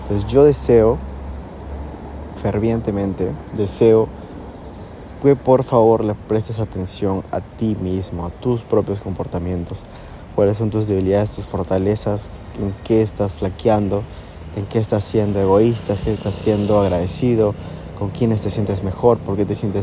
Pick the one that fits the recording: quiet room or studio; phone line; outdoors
outdoors